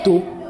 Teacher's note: Et le ton, il est aigu ou haut.